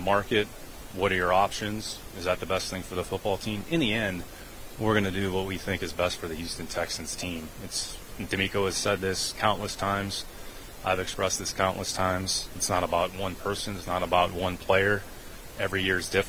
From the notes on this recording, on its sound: LIVE At The NFL Combine. LIVE from Indy.